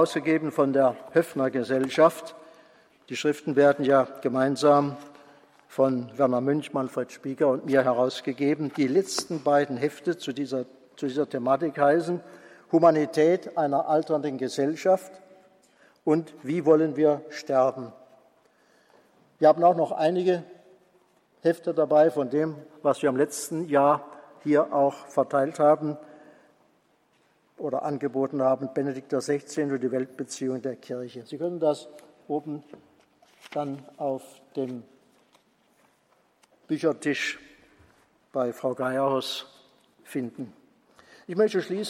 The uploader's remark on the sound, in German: Vortrag, gehalten beim Kongress "Freude am Glauben" 2016.